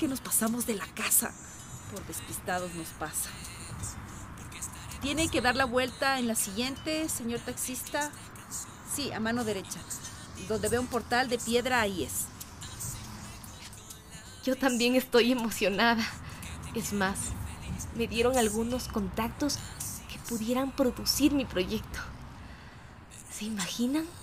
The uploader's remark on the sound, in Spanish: De fondo escucha el sonido del vapor de una locomotora.